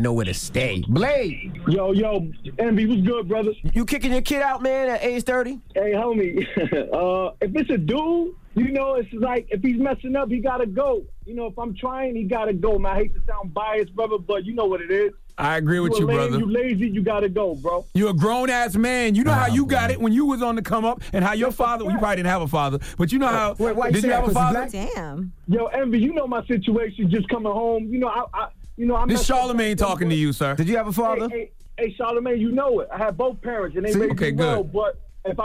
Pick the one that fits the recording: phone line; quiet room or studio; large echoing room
phone line